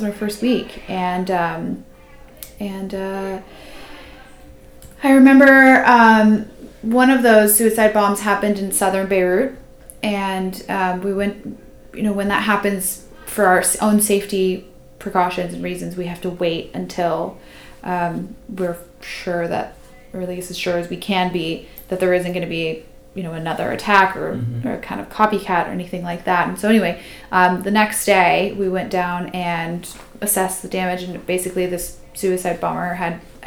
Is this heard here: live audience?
no